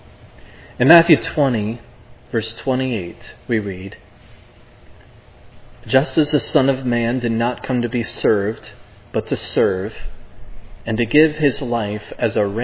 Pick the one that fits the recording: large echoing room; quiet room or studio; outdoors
large echoing room